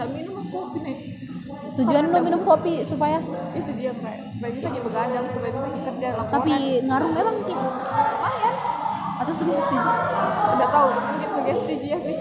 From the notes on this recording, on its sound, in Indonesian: Maaf kalo backsound-nya berisik, soale belum ada studio nich.